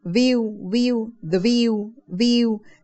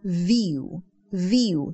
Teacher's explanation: âm v ở trong tiếng anh nó khác nhiều lắm nó rung rất là nhiều so với âm tiếng việt · Shown in: second take · đọc đúng của nó sẽ là âm v nó phải rung lên